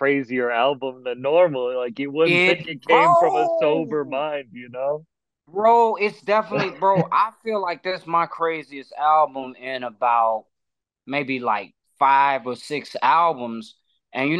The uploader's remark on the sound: I sit down on zoom